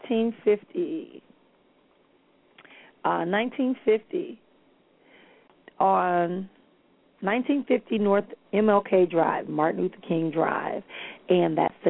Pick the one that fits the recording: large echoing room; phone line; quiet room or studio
phone line